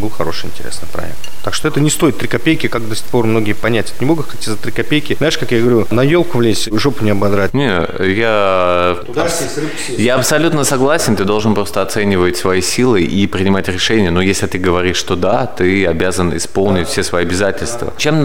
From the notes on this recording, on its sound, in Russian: Записанный на CHEFS TEAM FEST. Chefs Team Fest. Москва. Записанный на CHEFS TEAM FEST.